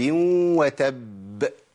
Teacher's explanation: الباء المشدده اول ما اجي اقلقلها هتاخد زمن معايا زياده شويه · Term: أعلى مراتب القلقلة